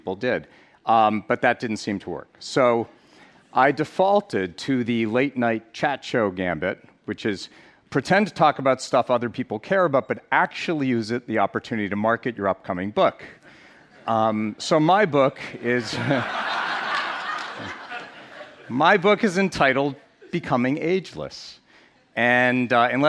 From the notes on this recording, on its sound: on stage at #BoFVOICES